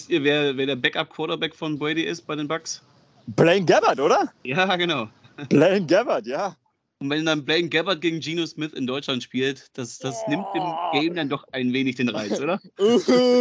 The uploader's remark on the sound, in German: Aufzeichnung im Park in Boston